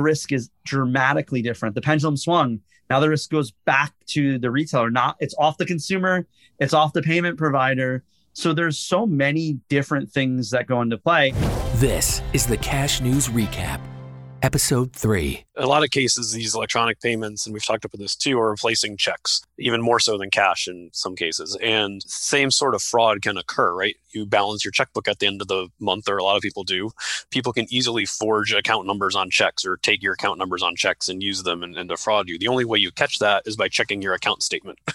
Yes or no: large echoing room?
no